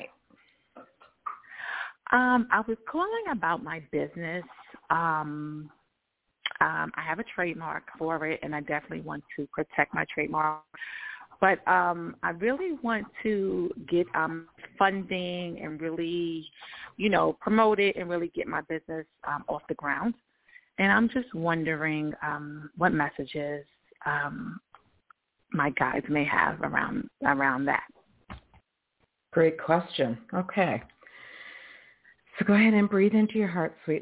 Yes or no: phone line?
yes